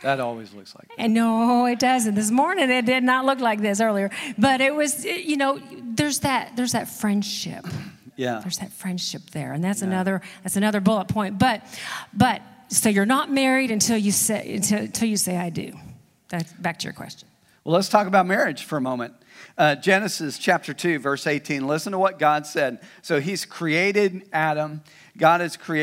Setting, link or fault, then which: setting, large echoing room